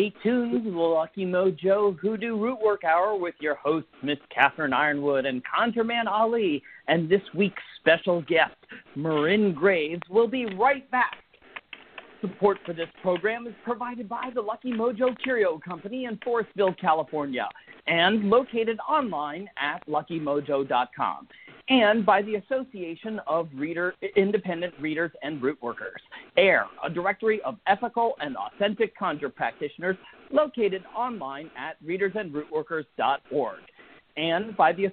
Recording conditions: phone line